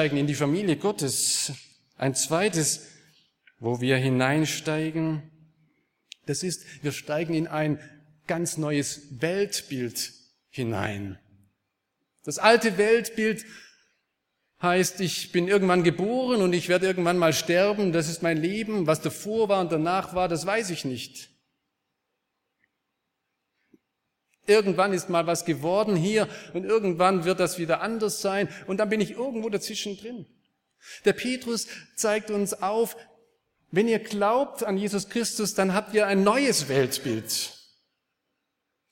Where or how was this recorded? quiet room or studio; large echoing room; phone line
large echoing room